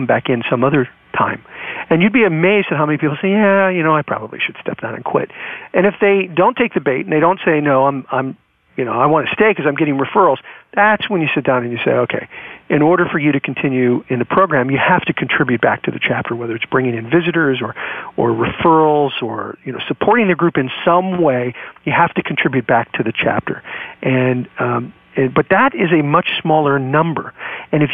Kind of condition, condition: link, phone line